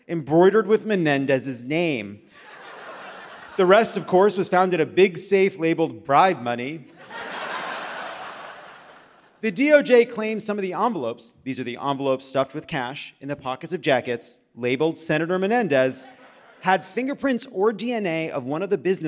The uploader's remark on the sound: Live from Madison! Brings the dairy sweats to the beautiful Barrymore Theatre in Madison, Wisconsin!